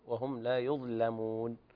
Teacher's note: لكن انتبه لترقيق اللام في يظلمون